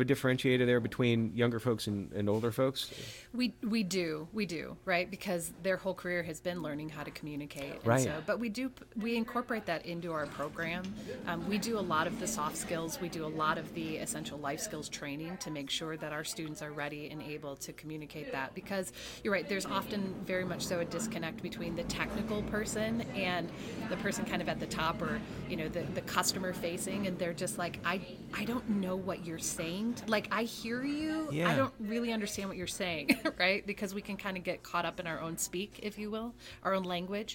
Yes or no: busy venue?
yes